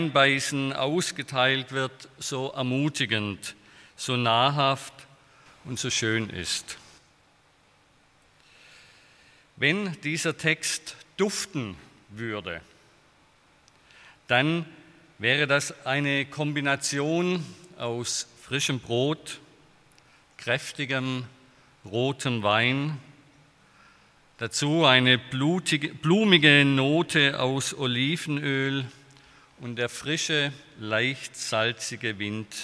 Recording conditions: large echoing room